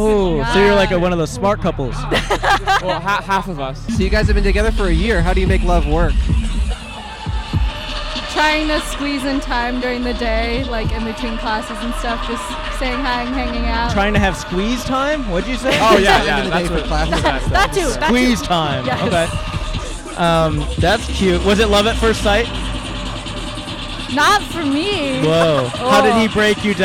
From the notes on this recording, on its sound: At A College EDM Festival (CHAOTIC). In the loudest episode we’ve ever recorded. A campus bus driver. On RIMAC Field.